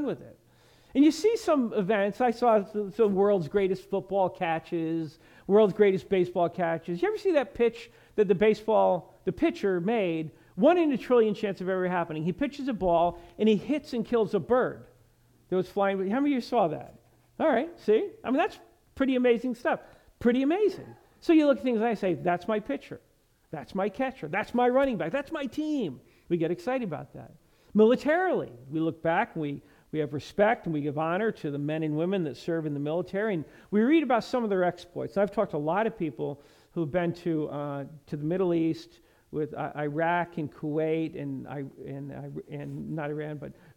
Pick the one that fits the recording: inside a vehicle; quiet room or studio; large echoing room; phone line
large echoing room